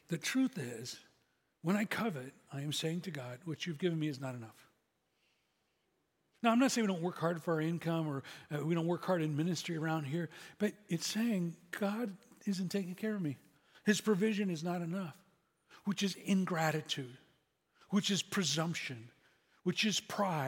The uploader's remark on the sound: SCG Church Service September 24th, 2023